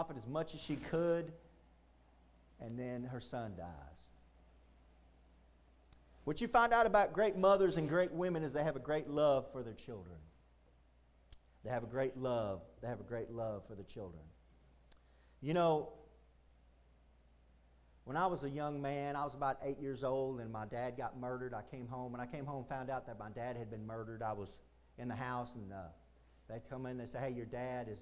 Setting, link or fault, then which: setting, large echoing room